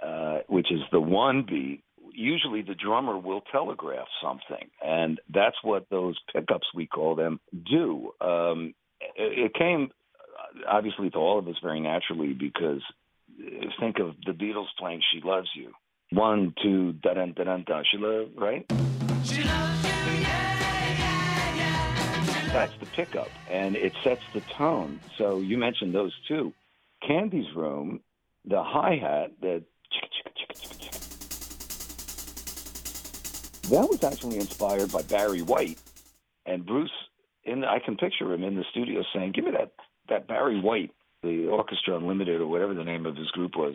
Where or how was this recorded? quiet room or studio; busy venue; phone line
phone line